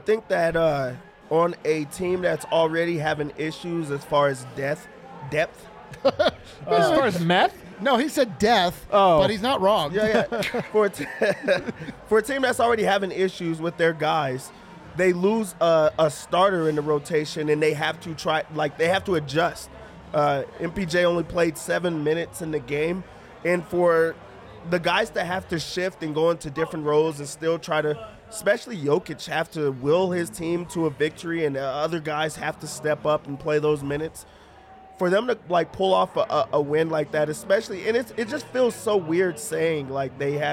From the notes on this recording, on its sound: Live from the Winner's Lounge